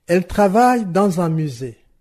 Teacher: J'ai deux groupes rythmiques. Le premier groupe rythmique arrive sur « elle travaille ». Le deuxième commence sur « dans » et puis termine sur « musée ».